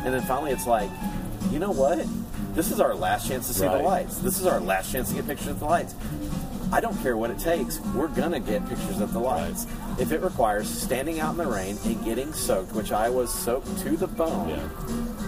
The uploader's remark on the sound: Live from Jock Lindsey’s Hangar Bar. We’re live from Jock Lindsey’s Hagar Bar in Disney Springs.